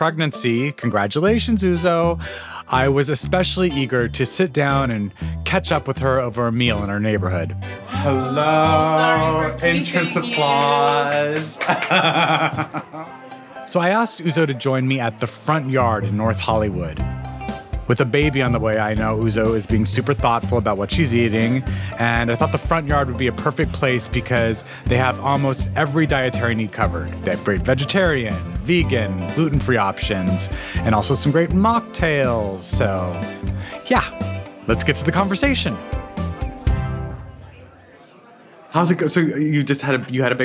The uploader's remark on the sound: recorded on June 22, 2023 at the Front Yard in North Hollywood